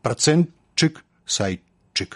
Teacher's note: Гэта я іх тут па гуках разжоўваю, а па праўдзе гук «т» павінен зліцца з наступным «ш» у гук «ч»